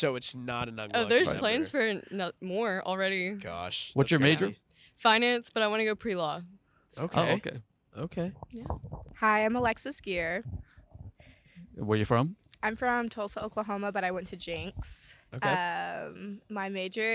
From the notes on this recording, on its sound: take the podcast outside of the Spears School of Business to talk with students